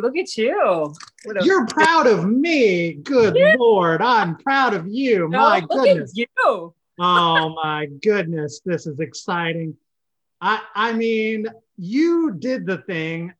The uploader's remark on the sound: Recorded via Zoom